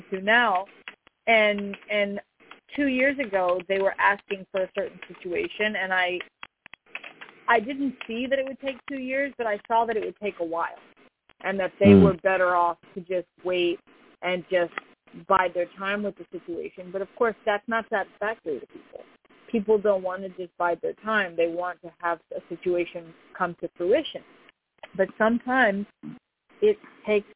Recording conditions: phone line